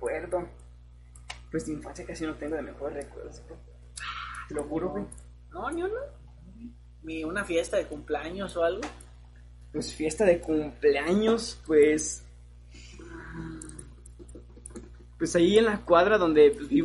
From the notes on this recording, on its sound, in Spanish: Lamentamos el sonido de fondo, prometemos mejorar el audio